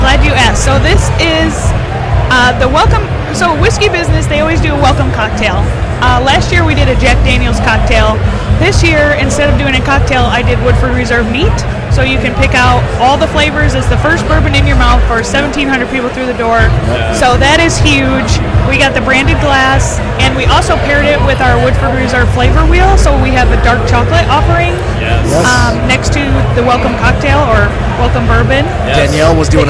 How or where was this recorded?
busy venue